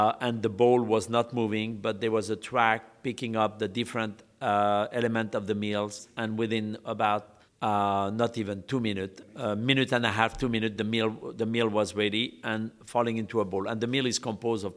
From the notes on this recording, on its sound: on location at his newly launched Brasserie Boulud at the Sofitel Obelisk in Dubai